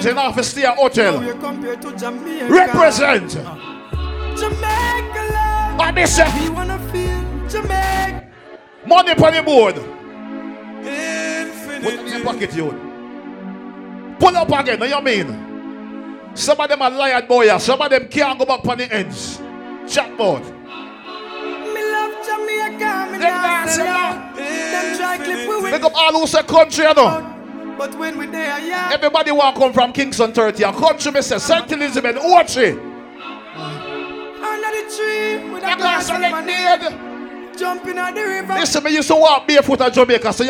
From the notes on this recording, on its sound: LIVE AT OUTSIDE 5TH AUGUST 2022